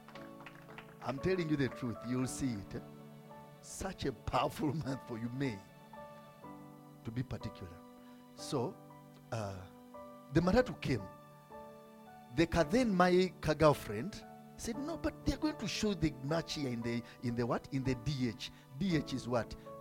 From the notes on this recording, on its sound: from the Limitless Worship Fellowship recorded on 27th May 2022